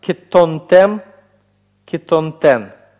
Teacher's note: У нас здесь гласный камец «хатуф», то есть краткий гласный «о». Долгий гласный «холем» сократился до камец «хатуф», потому что оказался в закрытом безударном слоге